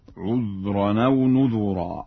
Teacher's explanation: فإن ورشا يقرأ بضم الذال في لفظ نذرا